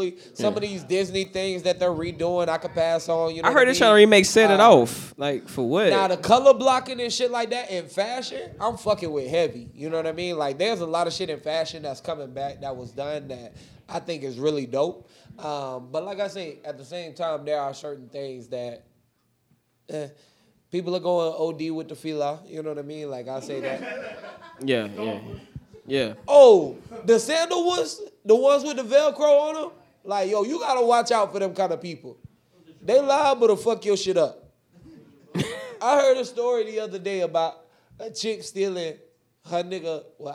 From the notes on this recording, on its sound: RAOP 5TH ANNIVERSARY LIVE PODCAST. We live once again at FilmGate Miami.